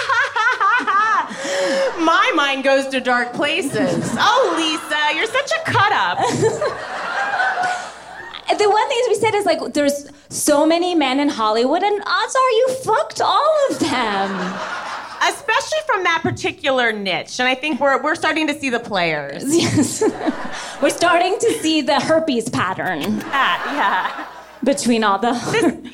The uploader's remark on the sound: Live from Largo